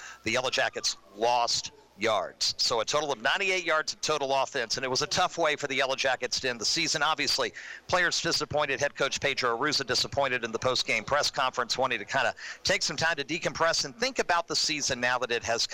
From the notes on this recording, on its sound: Live from SportsPage Grille in Ashland. As heard LIVE on 102.9 The Mater and online on the TuneIn Radio app on "Radiall"!